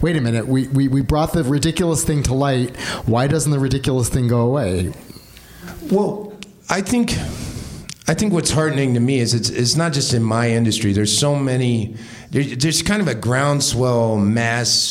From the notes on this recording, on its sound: Live at Space. On-stage conversation at the club Space.